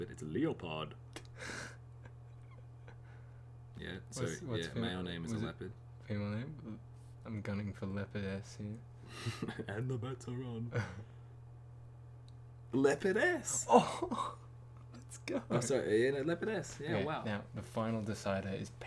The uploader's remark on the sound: Apologies for the droning in the background.